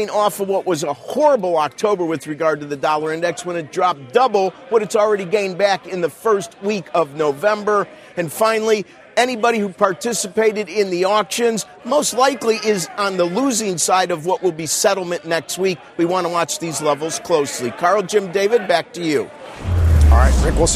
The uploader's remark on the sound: live from the Air Force Academy in Colorado